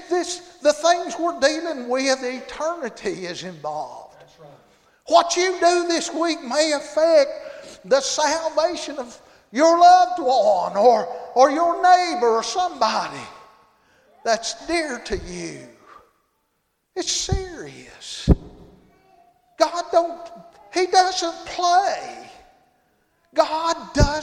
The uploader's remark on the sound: Monday Evening service at Calvary Baptist